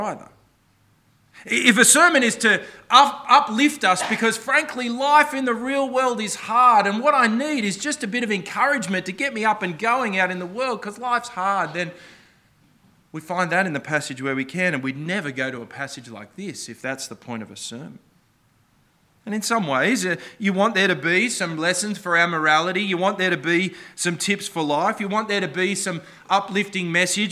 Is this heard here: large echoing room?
yes